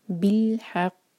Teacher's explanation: یہاں رکیں گے تو بہت اسٹرانگ قلقلہ ہوگا، قاف ہیوی لیٹر ہے، قلقلہ لیٹر ہے اور یہاں پر شدہ کو واضح کرنا ہوگا.